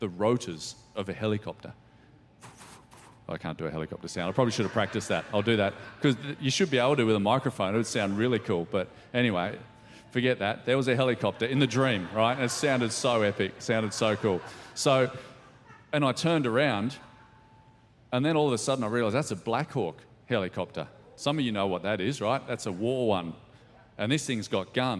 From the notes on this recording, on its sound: Recorded during our 5pm service